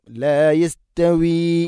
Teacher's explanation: യസ്തവി തഅ്നെ കനപ്പിച്ചു ഉച്ചരിക്കരുത്, ലൈറ്റായിട്ട് ഉച്ചരിക്കണം. ലാ യസ്തവി. ലാ യസ്തവി അല്ല, ലാ യസ്തവി.